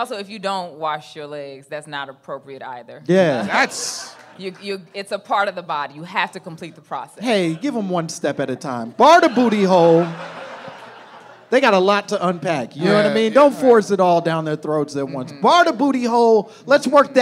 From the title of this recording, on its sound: My Momma Told Me Live from LA!